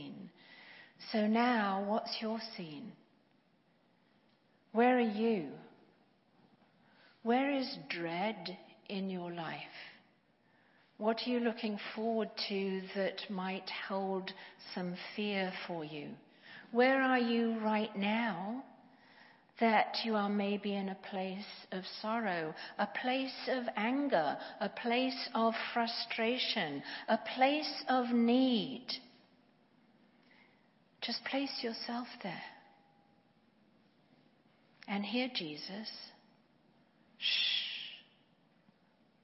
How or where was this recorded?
large echoing room